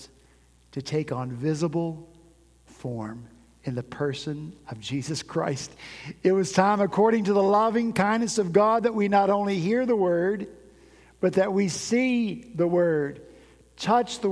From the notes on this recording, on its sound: At Redeemer Presbyterian Church in Charleston, SC